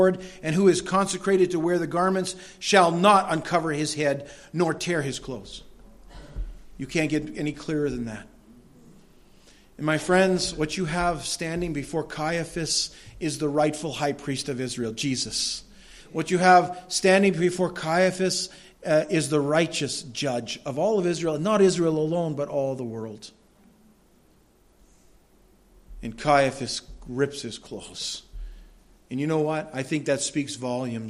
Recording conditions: large echoing room